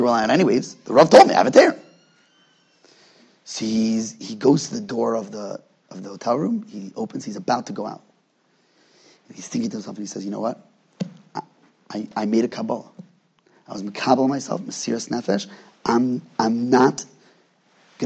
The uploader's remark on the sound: At Night Seder Thursday night. Shiur recorded in Yeshivas Ohr Reuven, Monsey, NY.